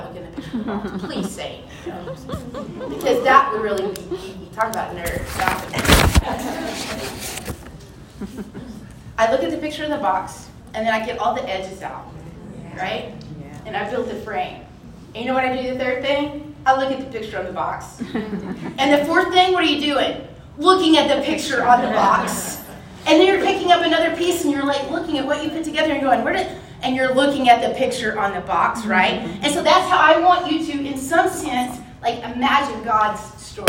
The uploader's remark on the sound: This episode was recorded at this year's Thrive Collective.